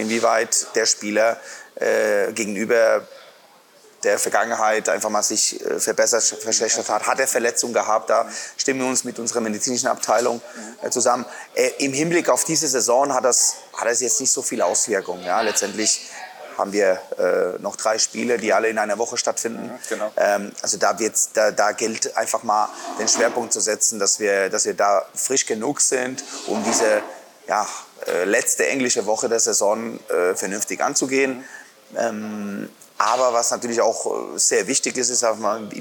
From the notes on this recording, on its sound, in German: im Sportland Fitness in Erlangen aufgezeichnet